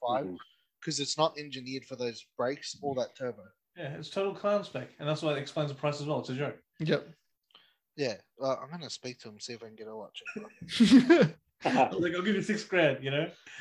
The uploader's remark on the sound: we had technical issues this episode and the sound quality is off slightly